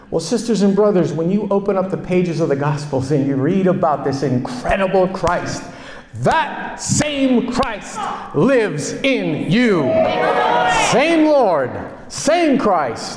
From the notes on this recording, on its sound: Delivered at a Ministry Leadership Conference in November 2023.